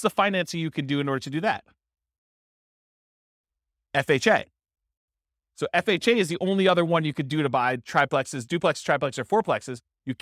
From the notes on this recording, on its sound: This was a live class recorded